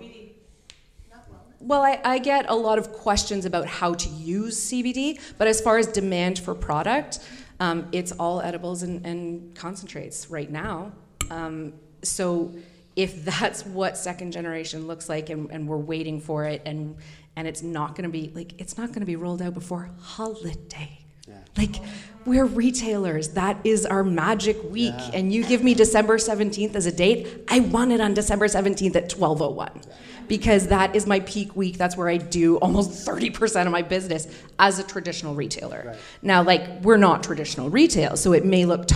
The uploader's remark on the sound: Recorded at the second edition of our speaker series focused on the emerging economy of Cannabis in Canada.